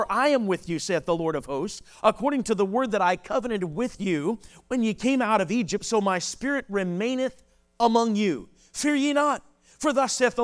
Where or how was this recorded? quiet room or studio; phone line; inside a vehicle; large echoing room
large echoing room